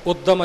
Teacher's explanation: ਉਦਮ ਥੋੜ੍ਹਾ ਜਿਹਾ ਅਦਕ ਲਾ ਕੇ ਉਚਾਰਨ ਹੋਵੇਗਾ ਉਦਮ ਪੋਲਾ ਨਹੀਂ ਹੋਵੇਗਾ ਉਦਮ ਜਿਵੇਂ ਅਸੀਂ ਆਮ ਬੋਲਚਾਲ ਵਿੱਚ ਭਾਸ਼ਾ ਵਿੱਚ ਲਫਜ਼ ਵਰਤਦੇ ਹਾਂ